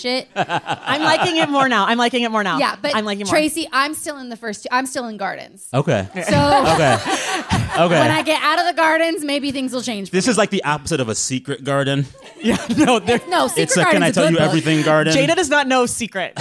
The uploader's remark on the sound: This edition of The Stacks Unabridged features audio from our Los Angeles stop on the Live in The Stacks tour.